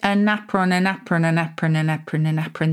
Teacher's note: But because we said a napron, a napron, a napron, a napron, a napron, the N kind of migrated and joined the A, so people thought it was an apron or apron as it was first pronounced.